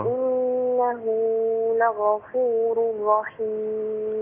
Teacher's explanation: هاء مفرد ضمير الغائب هنا فيها مد الصلة الصغرى